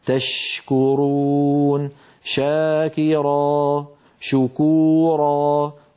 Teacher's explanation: أن الشين تخرج من وسط اللسان مع وسط الحنك الأعلى كما نرى، ولكن يبقى المخرج مفتوحا.